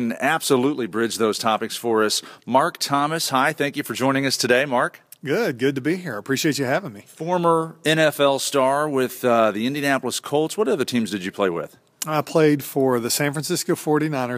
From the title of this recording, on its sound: Live from a Sigma Phi Epsilon national conference